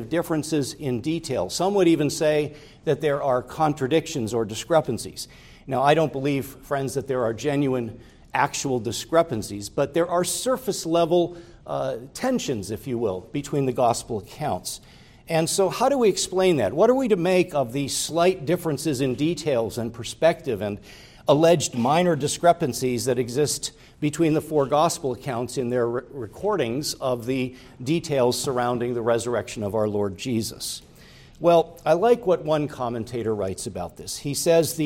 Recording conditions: large echoing room